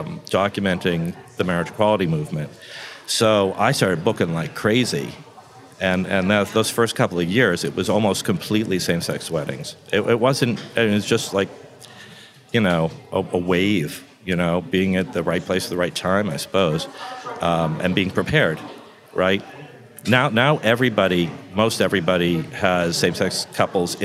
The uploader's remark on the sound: we spoke at the 2019 Depth of Field Wedding and Portrait Conference